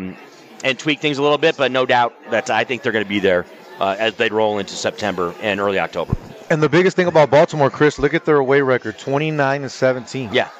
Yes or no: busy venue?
yes